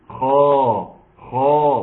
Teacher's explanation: في مستوى التفخيم الاول، اعلى درجات التفخيم